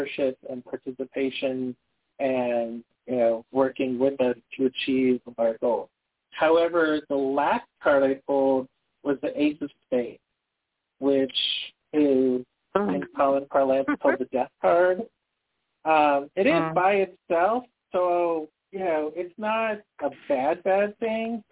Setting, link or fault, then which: link, phone line